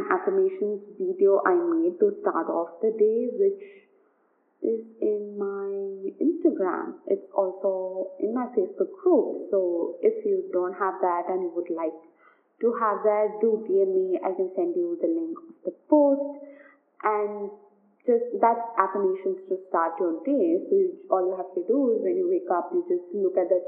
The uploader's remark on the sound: Do excuse some background noise